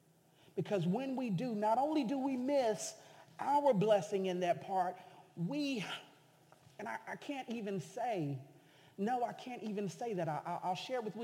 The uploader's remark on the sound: sermons preached at City Light Church in Vicksburg, MS.